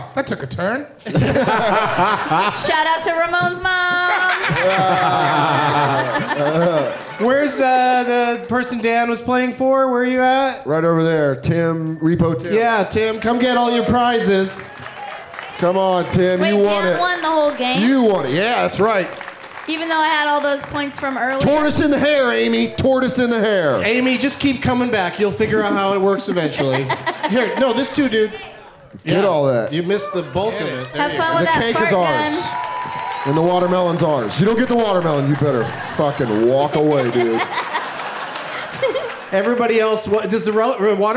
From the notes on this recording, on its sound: Live from Hilarities in Cleveland